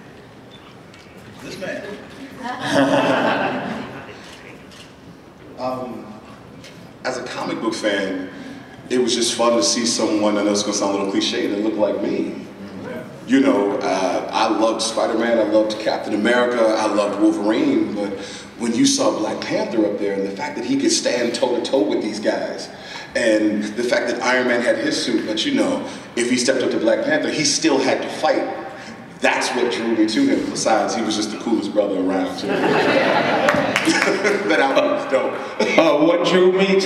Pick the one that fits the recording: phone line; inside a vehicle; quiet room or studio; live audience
live audience